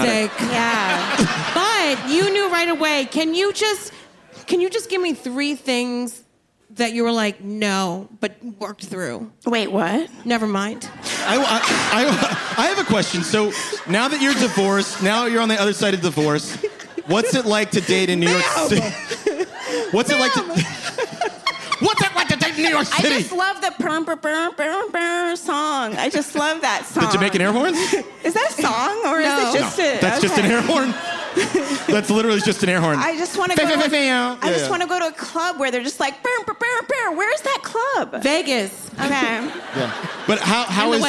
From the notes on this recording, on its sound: In this live episode of Adulting